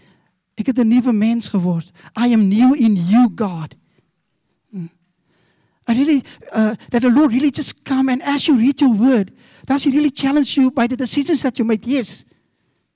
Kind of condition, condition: setting, large echoing room